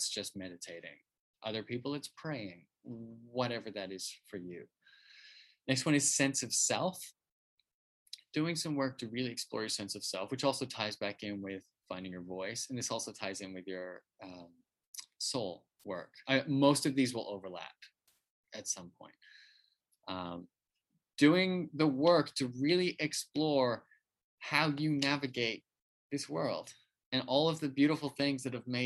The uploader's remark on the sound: In this excerpt, from one of our weekly Live Zoom calls with the 10,000 NOs Insiders Community